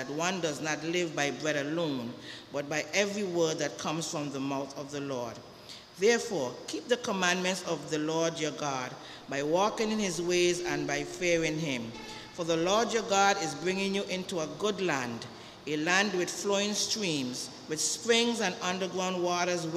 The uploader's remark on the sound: KeepItLoud Crew Live with St. John's Episcopal Church Service - 25th Sunday after Pentecost U.S.V.I.